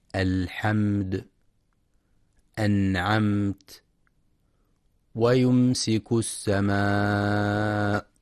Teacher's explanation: وسمي شفويا لخروج الميم الساكنة المظهرة من الشفتين · Term: الإظهار الشفوي